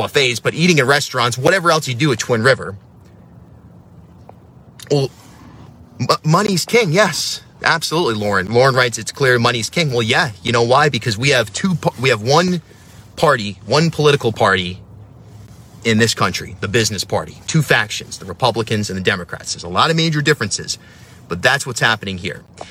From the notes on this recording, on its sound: video that I made from my van